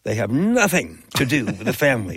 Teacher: placing heavy emphasis on the first syllable of nothing